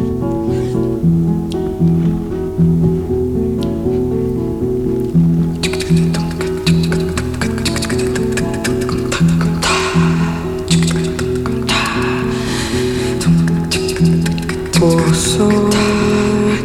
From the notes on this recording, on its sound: during the Echobox live radio broadcast at Dekmantel Festival 2022